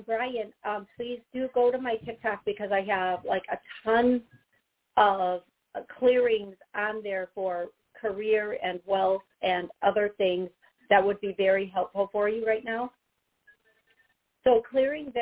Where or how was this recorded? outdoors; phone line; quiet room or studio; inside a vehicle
phone line